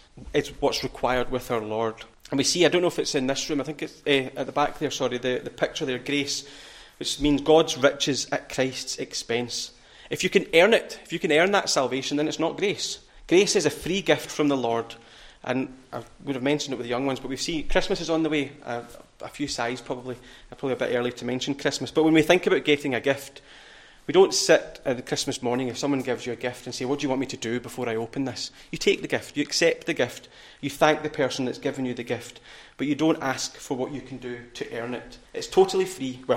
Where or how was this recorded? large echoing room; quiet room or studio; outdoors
large echoing room